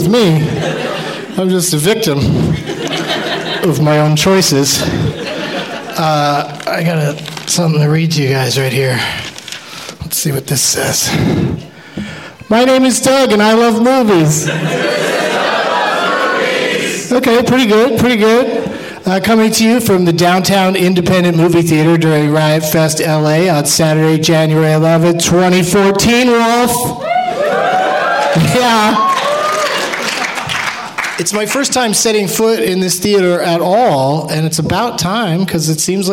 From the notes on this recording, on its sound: Live from the Downtown Independent Theater in L.